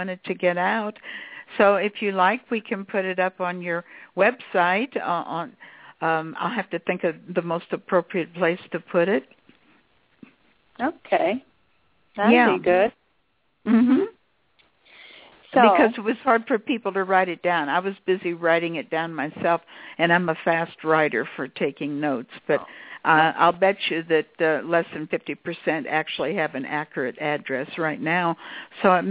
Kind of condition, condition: link, phone line